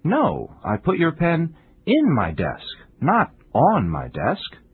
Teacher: But if the listener didn't hear me clearly and started looking for his pen on my desk,I would change the stress to the word in. · Term: contrastive stress